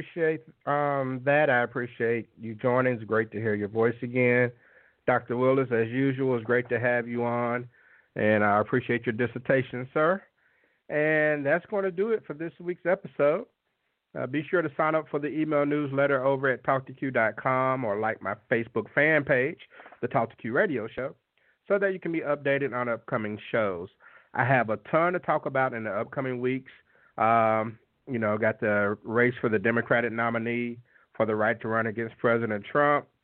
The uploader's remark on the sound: On tonight's live call-in show, I'll ask the callers the questions and they will decide the answers. The Talk 2 Q Radio Show.